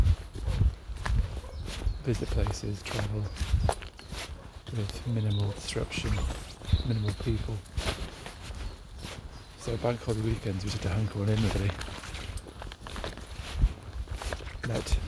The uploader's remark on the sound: Bank Holiday Saturday Walk